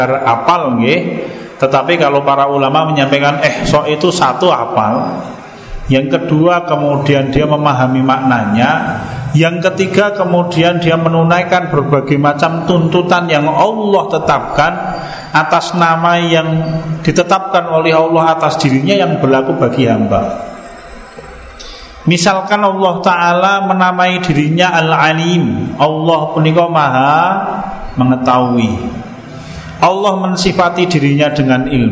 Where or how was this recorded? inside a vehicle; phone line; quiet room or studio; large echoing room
large echoing room